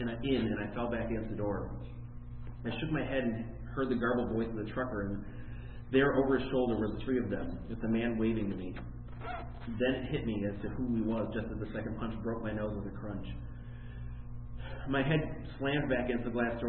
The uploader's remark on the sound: In which I read my holiday themed horror short story A Good Man during a live event.